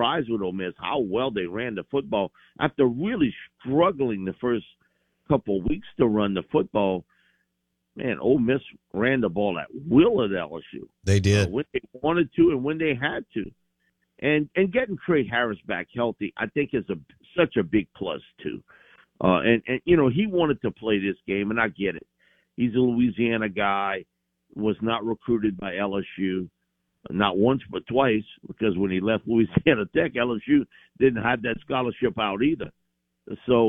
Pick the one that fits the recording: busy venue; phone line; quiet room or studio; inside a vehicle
phone line